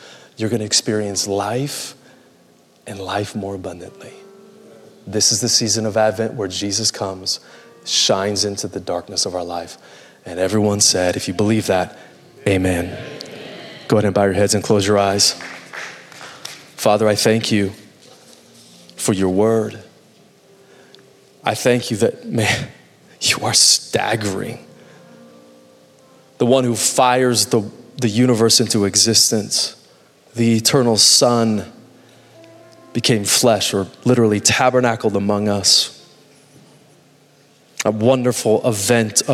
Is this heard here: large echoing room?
yes